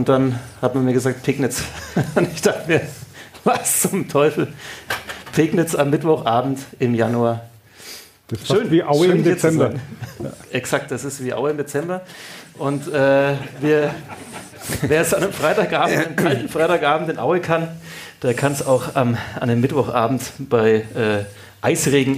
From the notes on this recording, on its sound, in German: Live in Pegnitz. Damit waren eigentlich schon alle Voraussetzungen für eine Live-Ausgabe von Ka Depp erfüllt.